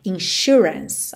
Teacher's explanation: esse S aí vai ter um som de X, certo, ou de SH